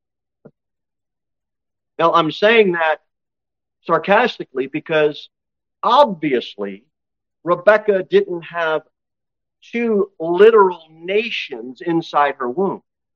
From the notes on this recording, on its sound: Sermon delivered at Pilgrim Baptist Church on Sunday, August 6, 2023, at 11-15 am. Jere Whitson Rd. Cookeville, TN 38501.